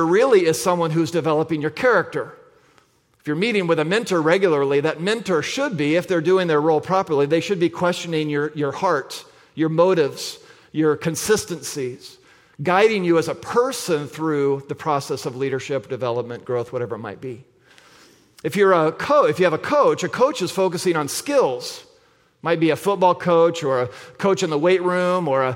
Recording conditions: large echoing room